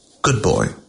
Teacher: The D is slightly acknowledged.